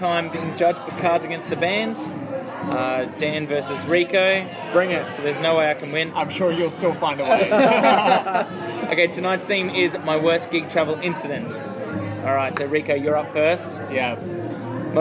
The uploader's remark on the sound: Live from Ipswich. Recorded live at Brothers Leagues Club, Ipswich. The boys also kinda played some live music (being at a gig and all).